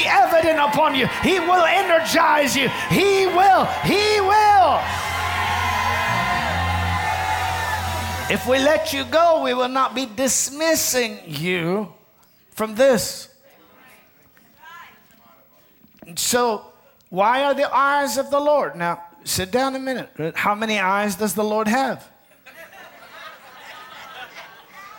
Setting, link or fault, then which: setting, large echoing room